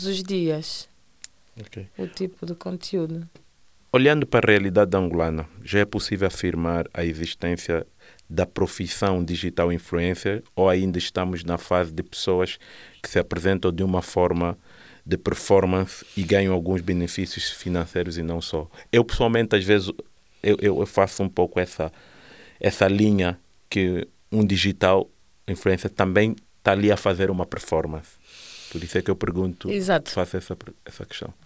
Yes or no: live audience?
no